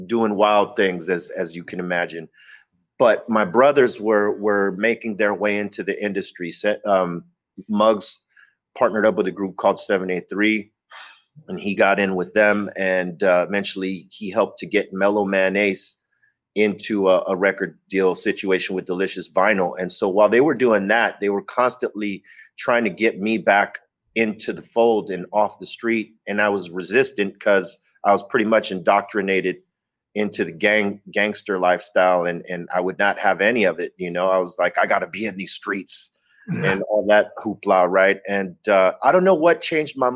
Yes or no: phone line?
no